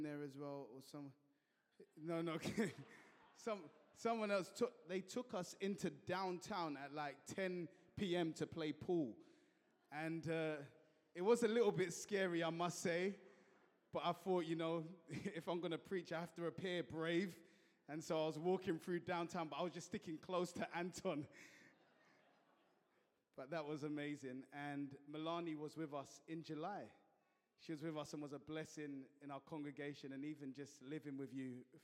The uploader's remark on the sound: at Joshua Generation Church Milnerton congregation